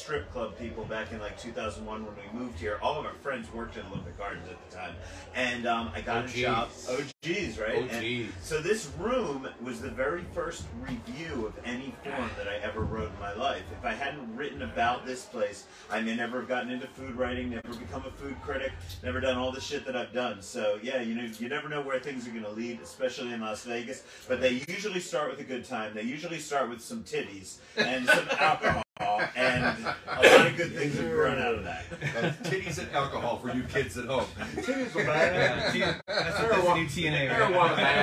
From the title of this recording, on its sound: Live at the Peppermint Hippo!